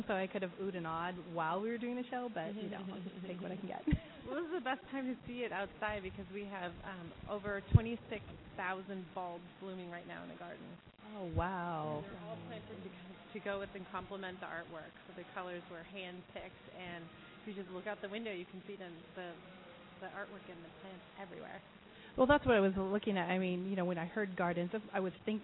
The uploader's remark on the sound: we broadcast live from the amazing Chihuly Garden and Glass, location of Metropolital Fashion Week's Closing Gala 2013!